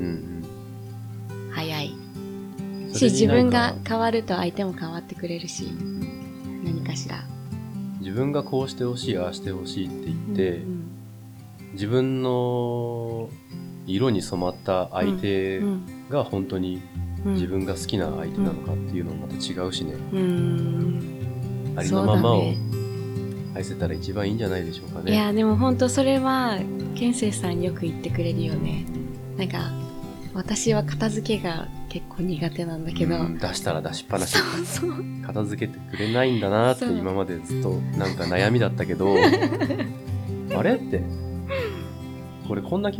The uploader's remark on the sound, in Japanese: 中庭で秋晴れと風を感じながら収録をさせていただいております。遠くで鳴る風鈴の音 小鳥たちの歌声 木々の揺れる音など 声の向こう側にうっすらと聞こえる沢山の音も合わせて聞いていただけますと嬉しいです。